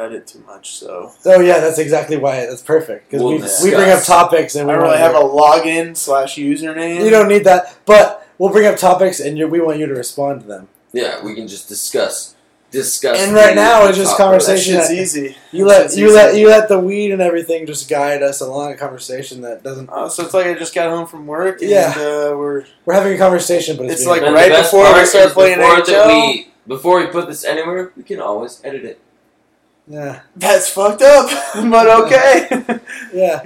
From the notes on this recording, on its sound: After a long night of drinking during the "year of the booze". The sound isn't the greatest and we get drunker as it goes.